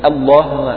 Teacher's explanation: همزة الوصل هذه تعتبر همزة مفتوحة سبقت لام لفظ الجلالة فتفخم اللام الله.